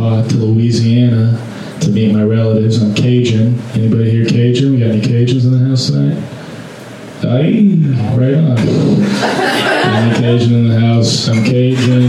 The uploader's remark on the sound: Live from Genuine Joe's